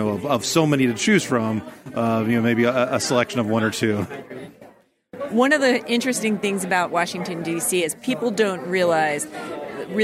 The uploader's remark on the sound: Interviews from the 2019 Mid-Atlantic Archaeology Conference. Went to the 2019 MAAC and he brought his microphone! Listen to some great interviews from a diverse crowd.